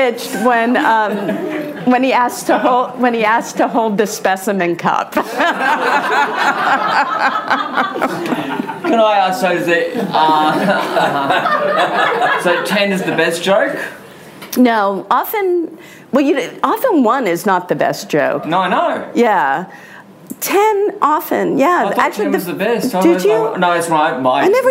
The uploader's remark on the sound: In Sydney in front of a live audience at the invitation of Jungle Entertainment.